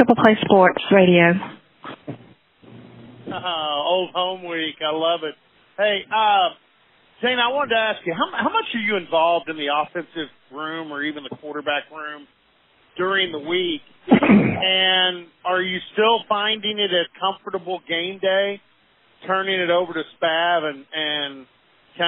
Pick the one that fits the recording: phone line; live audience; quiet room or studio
phone line